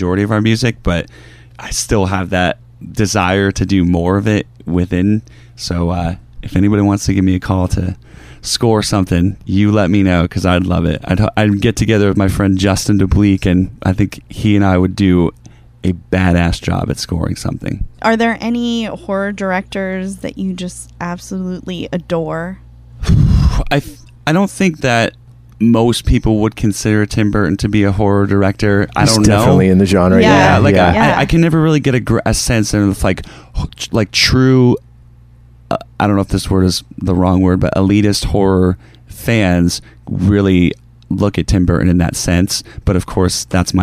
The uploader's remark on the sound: We take you live to the tour bus